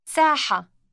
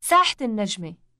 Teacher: The T sound following the word for square is actually part of it, pronounced only when there is a following word or ending. · Shown in: second take · It is not pronounced when the word is said by itself.